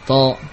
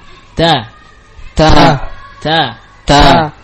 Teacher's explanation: Dengan suara yang muraqqaqah, suara yang tipis, karena ta adalah huruf mustafilah. · Shown in: second take